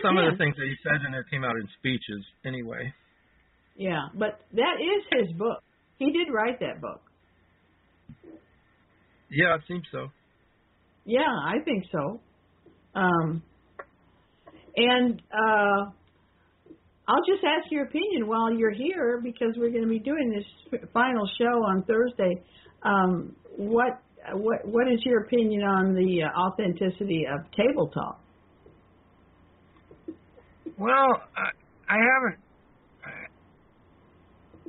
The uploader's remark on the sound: we take callers during this live broadcast